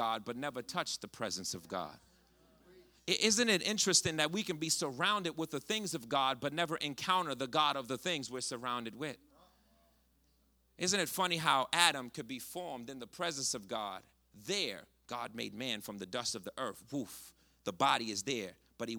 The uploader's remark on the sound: Connect Community Church's Sunday Night Live ('SNL') message series is our 'MORE' service.